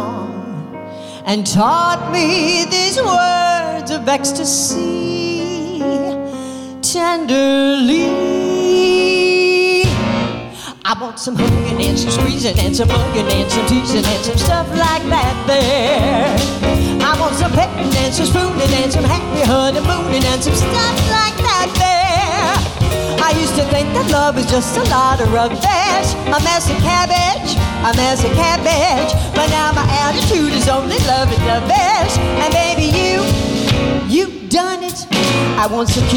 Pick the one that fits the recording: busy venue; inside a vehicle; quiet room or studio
busy venue